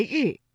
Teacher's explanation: 日呢是属于翘舌音的哈，也就是舌尖向上翘起，和音腭的前部相接触，气流受阻，构成了辅音